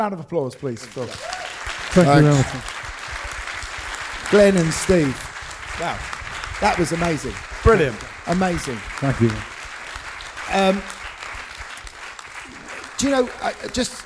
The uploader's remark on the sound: Rockonteurs Live at the Screen on the Green. This week is our very first LIVE show.